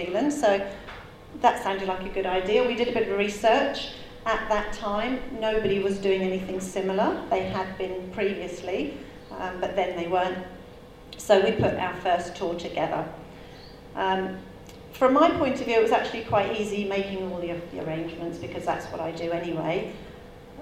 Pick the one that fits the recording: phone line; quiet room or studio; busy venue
busy venue